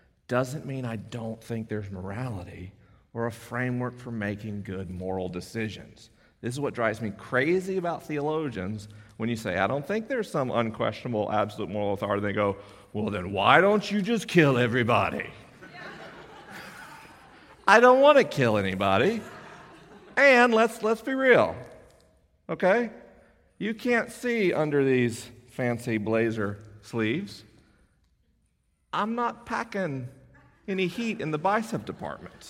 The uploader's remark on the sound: LIVE in Orange, CA. This episode was recorded at Chapman University in Orange, CA. The questions are unscreened and the answers are unrehearsed.